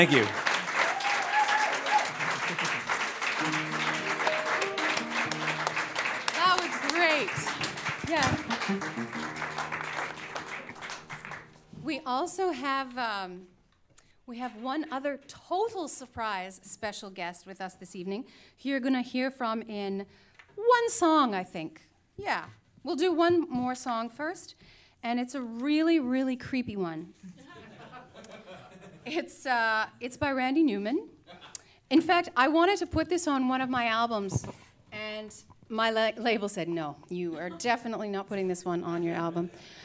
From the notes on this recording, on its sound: Recorded live, March 21, 2015